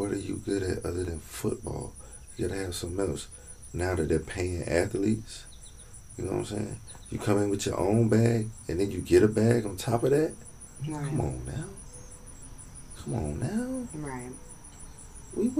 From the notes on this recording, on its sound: This episode is raw and organic. Recorded outside in nature. No fancy studio or stuffy convo over here.